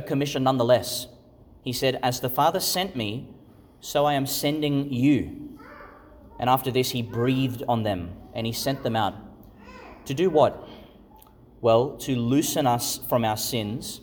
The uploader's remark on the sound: Homily for the Third Sunday in Eastertide, delivered in St Patrick's Catholic Church, Calliope, Qld.